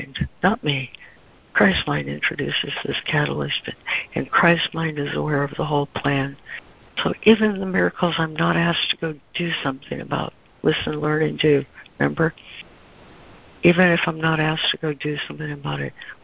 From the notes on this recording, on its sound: ACIM Daily Conference Call.